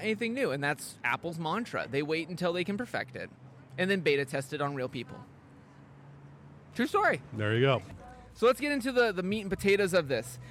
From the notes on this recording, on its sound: Recorded LIVE on the streets of Bham, at Camber Coffee